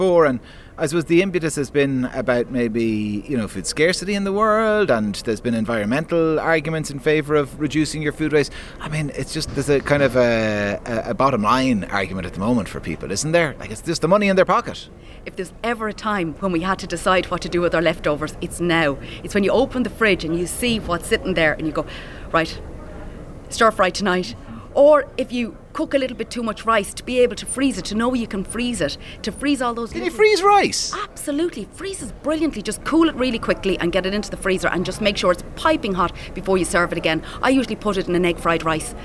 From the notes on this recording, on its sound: live from The Ploughing Championships